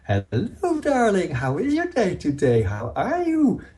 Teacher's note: very exaggerated, going up and down in pitch, high difference between high and low pitch and intonation · Term: sing-song